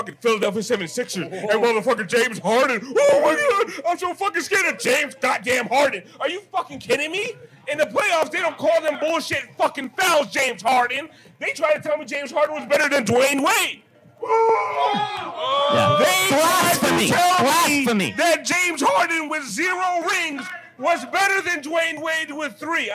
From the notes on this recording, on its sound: LIVE Duffy's Watch Party. This was recorded LIVE at our watch party in Duffy's North Miami Beach. Audio and video may not be our best, but we had fun.